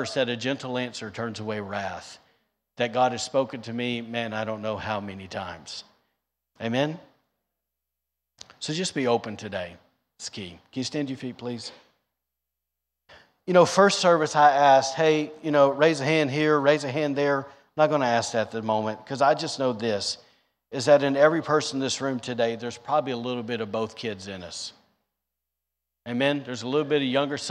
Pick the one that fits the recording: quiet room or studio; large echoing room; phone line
large echoing room